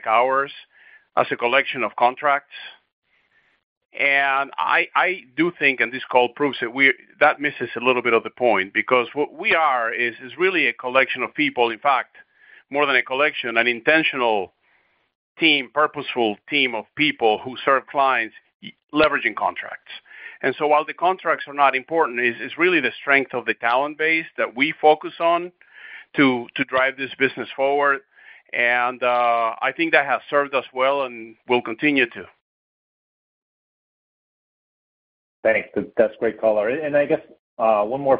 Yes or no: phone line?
yes